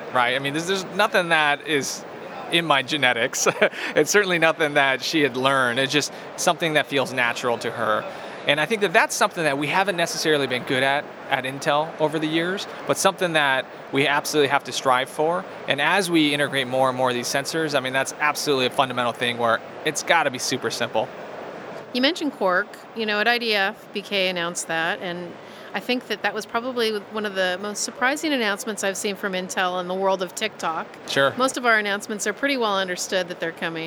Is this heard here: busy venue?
yes